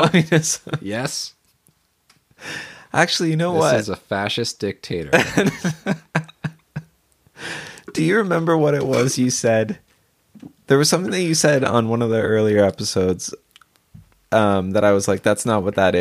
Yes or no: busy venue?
no